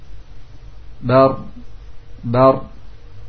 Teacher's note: Caranya adalah dengan meletakkan dengan kuat ujung lidah dengan punggungnya ke langit-langit, kemudian membelokkan ke depan, ya. Bar, bar, langsung ditekankan.